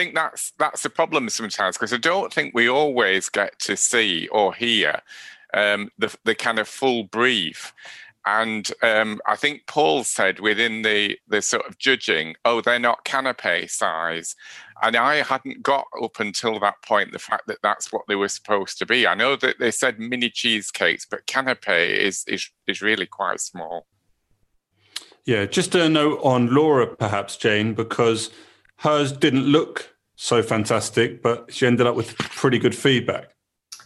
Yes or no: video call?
yes